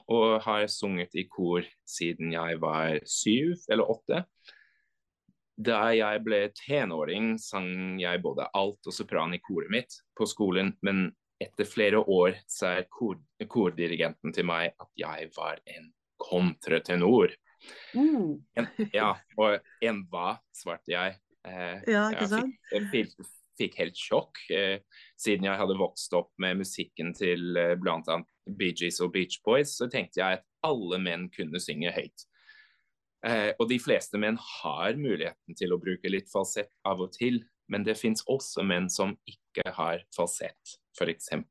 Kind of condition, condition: link, video call